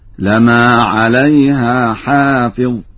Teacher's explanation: قرأ ورش بتخفيف الميم هكذا